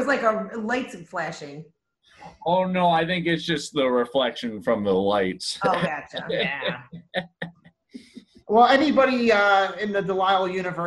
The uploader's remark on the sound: Thanks to Zoom we were able to connect